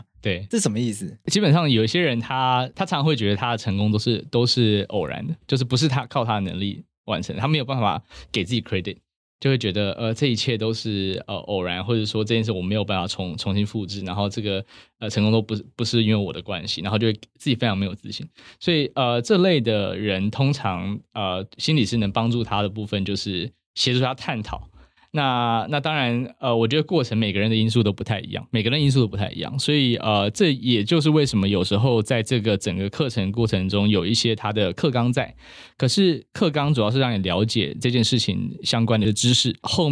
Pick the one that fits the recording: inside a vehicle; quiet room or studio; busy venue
quiet room or studio